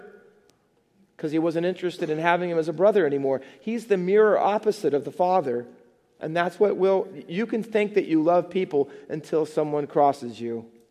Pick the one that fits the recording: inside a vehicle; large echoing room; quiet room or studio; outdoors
large echoing room